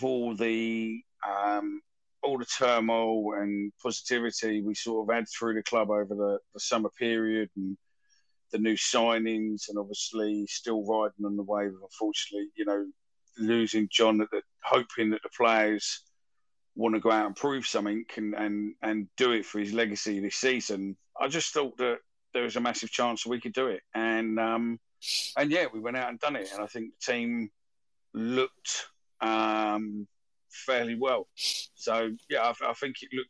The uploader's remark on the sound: Recorded via X Space.